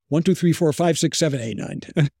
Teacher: So you're dropping your breath support. You're dropping, it's called devoicing.